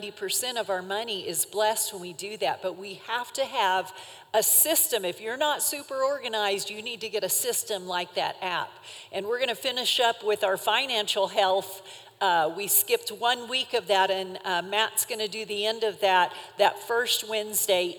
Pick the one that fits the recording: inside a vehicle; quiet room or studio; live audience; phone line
live audience